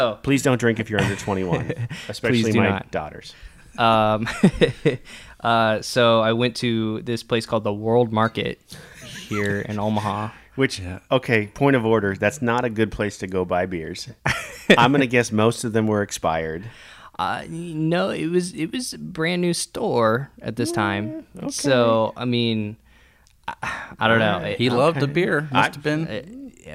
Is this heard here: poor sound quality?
no